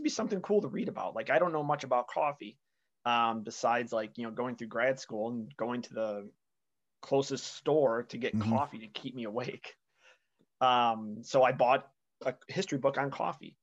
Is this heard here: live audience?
no